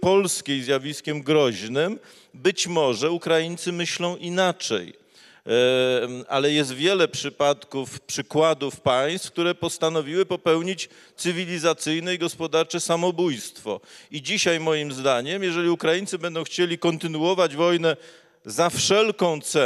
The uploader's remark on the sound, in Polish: nagrana podczas Europejskiego Kongresu Samorządowego w Mikołajkach